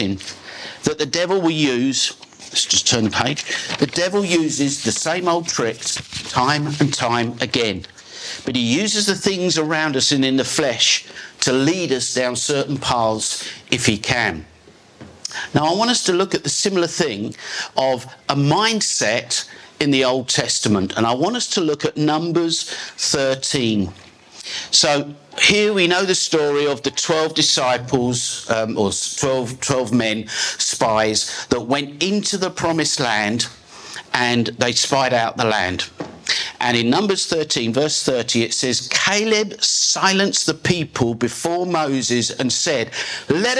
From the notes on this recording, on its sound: This is a live recording taken from a message preached at Glory Time Christian Center.